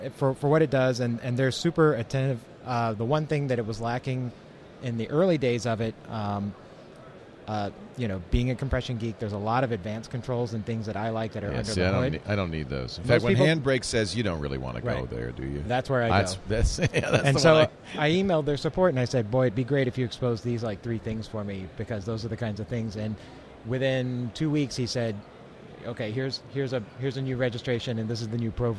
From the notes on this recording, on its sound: Live from NAB Show 2011